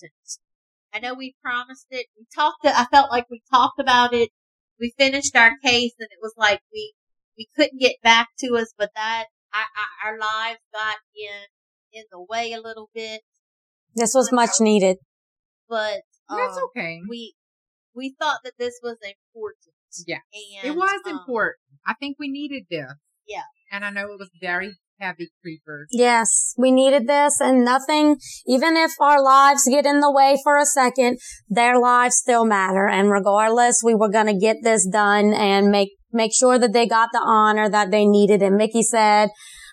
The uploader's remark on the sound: Excuse the audio, first timers here.